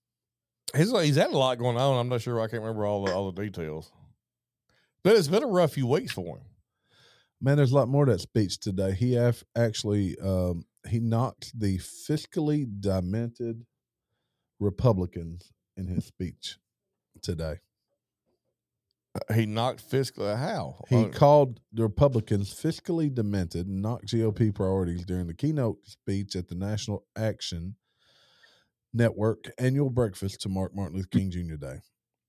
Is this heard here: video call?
no